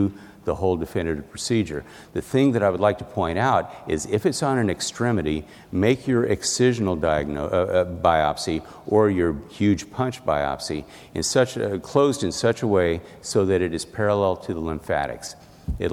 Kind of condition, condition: setting, busy venue